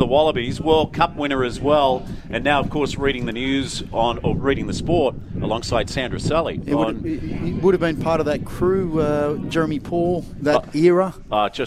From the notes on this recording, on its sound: Live from Woy Woy oval at the local Rugby Finals. Some other interviews live on site.